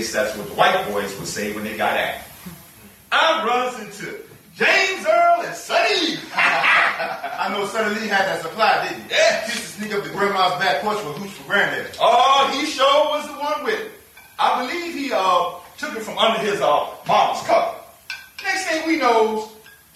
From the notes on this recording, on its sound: This excerpted piece is from a live performance by the Heritage Theatre Ensemble of Richmond, VA.